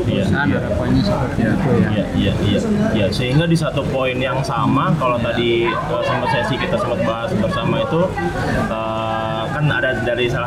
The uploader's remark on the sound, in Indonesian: Live Report Temu DKM 2 2023 direkam langsung di sela-sela acara pada 6-7 Oktober 2023 di Grand Mulya Hotel, Sentul Bogor.